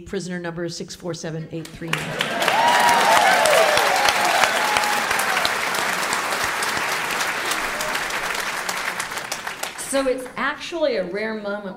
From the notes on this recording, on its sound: take the show on the road for a live appearance in Portland, Oregon